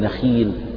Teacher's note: نخيل، لا تقل الخاء من حروف التفخيم فتقول نخيل مثلا، لا، لأن الخاء مكسورة فهي في أدنى درجات التفخيم كأنها مرققة